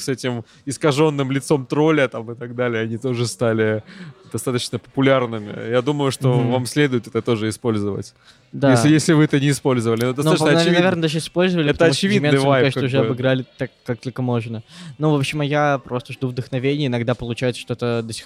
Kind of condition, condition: setting, busy venue